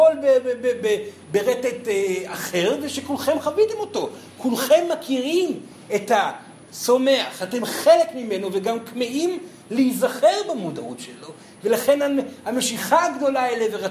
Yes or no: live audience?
yes